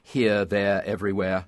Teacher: You focused the sound more in the front of the mouth. You had the R coloration dropping off of here, there, everywhere.